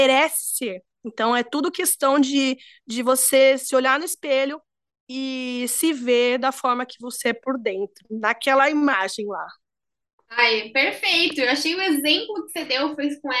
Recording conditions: video call